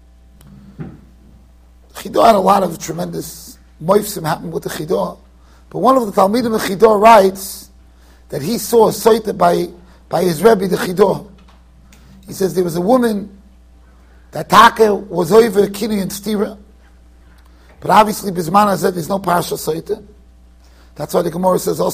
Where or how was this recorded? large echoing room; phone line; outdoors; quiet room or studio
large echoing room